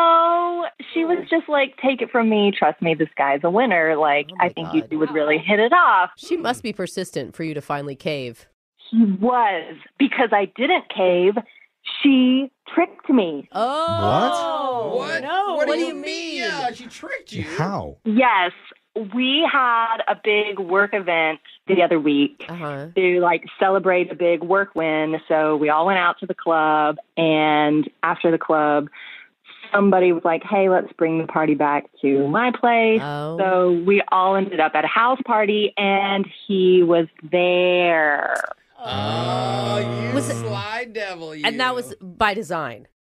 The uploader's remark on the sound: The woman on the phone today